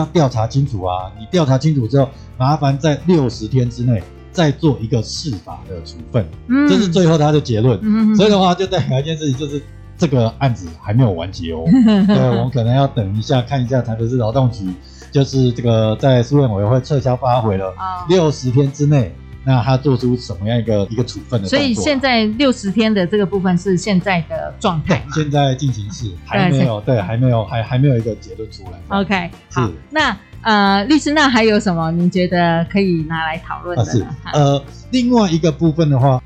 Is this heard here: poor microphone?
yes